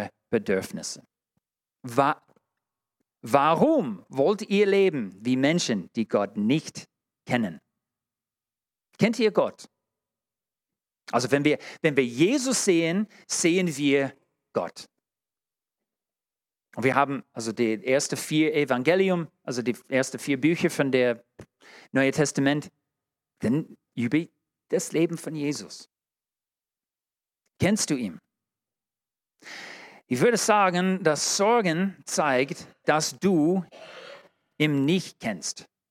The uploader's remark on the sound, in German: in der Gemeinde Kaleo Schopfheim aufgenommen